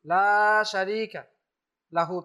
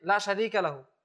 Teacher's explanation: লামের সাথে আলিফ আছে, এখানে এক আলিফ টান দিতেই হবে · Shown in: first take · লা শারীকা লাহু, তার কোনো শরীক নেই, যদি আমরা টান